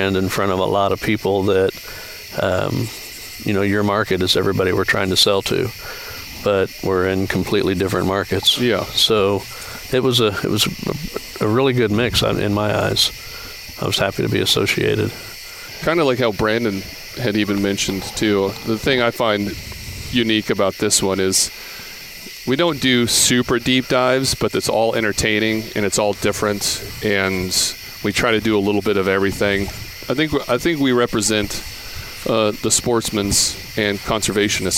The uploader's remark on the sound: Record from a gravel bar on the river they no longer speak.